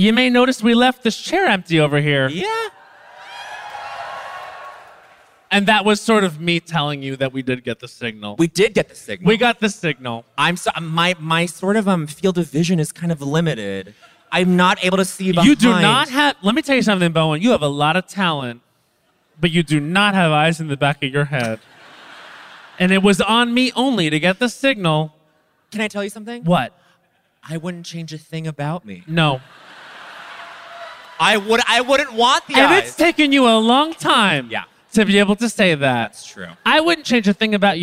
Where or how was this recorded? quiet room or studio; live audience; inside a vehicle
live audience